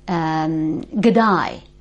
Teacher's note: even a word like g'day, that die rather than day, that's something you get in London as well